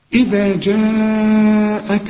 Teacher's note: جاءك لازم تمد أربع حركات، ده عند الوصل وعند الوقف، ده المد ده مد واجب اسمه مد متصل.